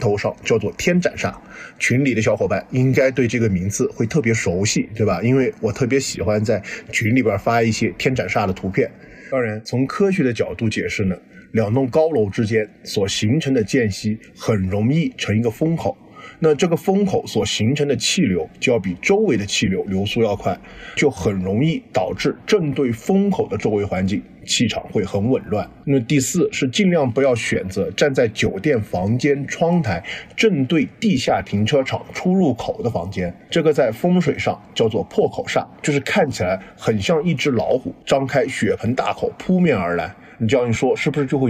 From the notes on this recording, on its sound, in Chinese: 因为时间很仓促，是在外面大马路上迎着车来车往录制的，所以底噪特别大，请各位小伙伴们谅解，音质虽然差强人意。